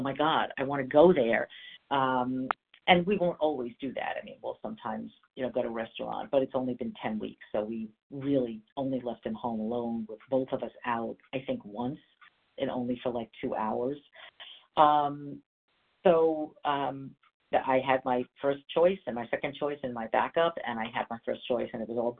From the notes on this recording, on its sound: from the 100 Pounders Phone Meeting